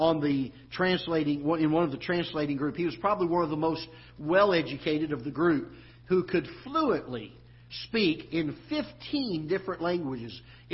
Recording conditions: large echoing room